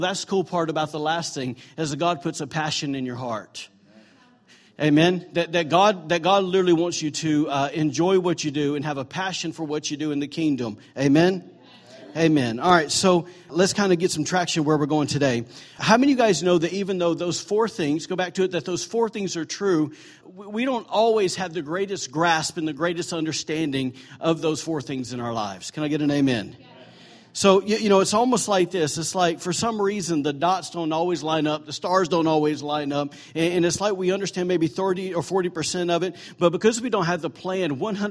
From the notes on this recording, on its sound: recorded on Sunday, December 3, 2017, during morning services at Celebration Life Family Church